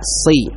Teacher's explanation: dengan terangkatnya pangkal lidah kita, si, maka akan menebalkan suara. · Term: sad tebal